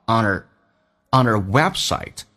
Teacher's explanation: our 不被强调，可以弱化成 er · Term: 连音